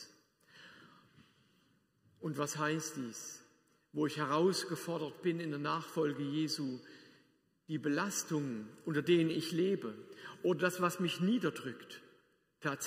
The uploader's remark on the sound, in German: Predigt aus der Lutherkirche Plauen